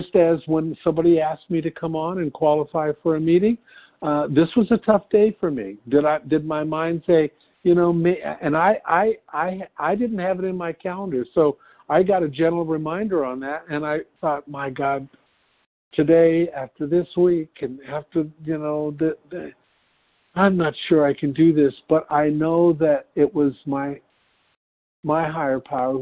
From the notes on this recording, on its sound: from the 100 Pounders Phone Meeting on 11/5/20